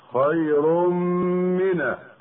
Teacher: خير من تنوين وبعده مين يسمى إدغاما بغنة